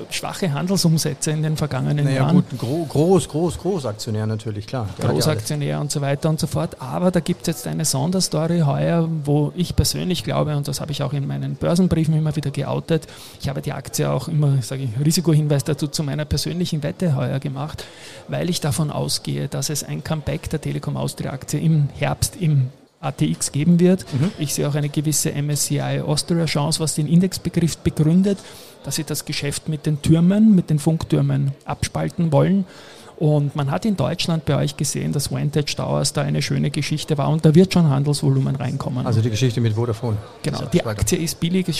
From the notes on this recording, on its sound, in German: Die Sonderfolge S4/42 wurde auf dem super besuchten Börsentag Wien aufgenommen. Das war stegreif , wie immer bei mir (bei ihm nicht) one take und nullkommanull vorbesprochen.